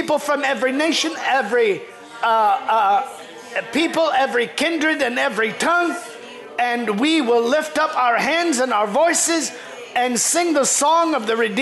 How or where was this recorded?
large echoing room